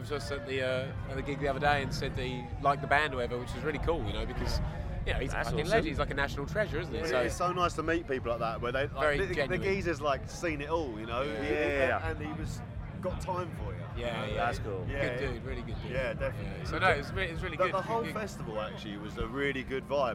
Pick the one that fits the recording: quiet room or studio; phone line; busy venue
busy venue